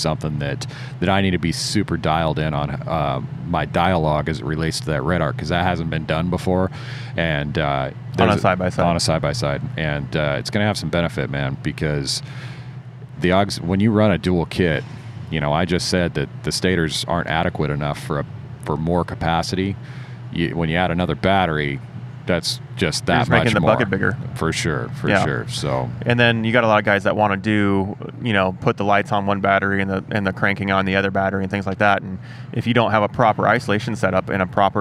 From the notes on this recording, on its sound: Live from UTV Takeover Coos Bay, OR. This episode of the SXS Guys Offroad Podcast is recorded live from the 2020 UTV Takeover Coos Bay, OR event! We setup on top of the Ford Raptor Experience trailer.